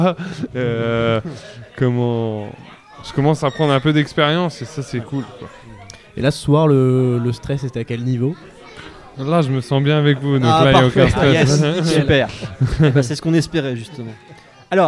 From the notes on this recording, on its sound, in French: Enregistré en public aux trois piliers.